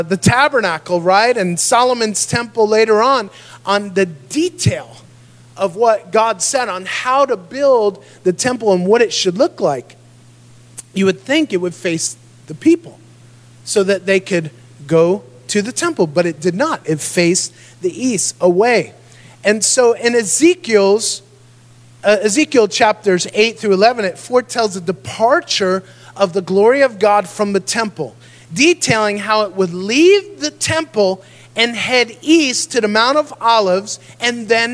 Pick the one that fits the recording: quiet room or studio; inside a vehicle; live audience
live audience